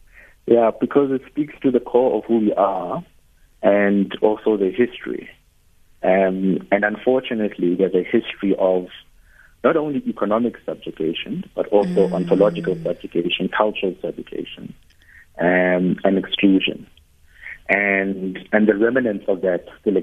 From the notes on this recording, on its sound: Guest (phone)